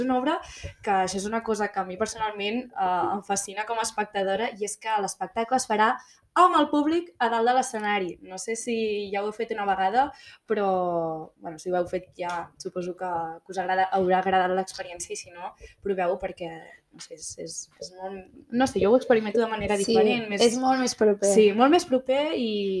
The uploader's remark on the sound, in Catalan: És el primer episodi i això vol dir que segurament hi sentireu problemes de so, de guió, etc.